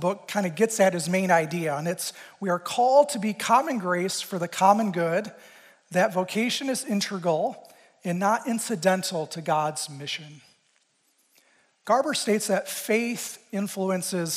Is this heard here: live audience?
yes